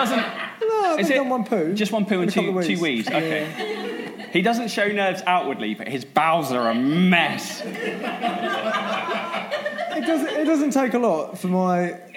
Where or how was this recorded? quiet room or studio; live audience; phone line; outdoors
live audience